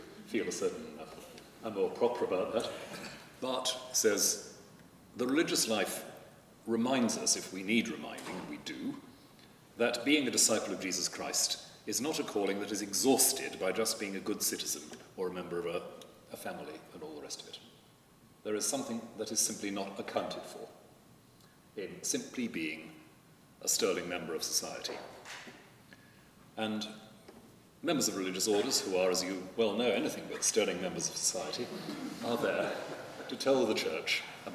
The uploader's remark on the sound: At a recent gathering at Lambeth Palace. This podcast was recorded at a gathering to promote the work of the Anglican Religious Communities Charitable Trust.